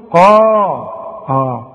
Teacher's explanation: القاف مفخمة لكن تكون اكثر تفخيما اذا كان بعدها الف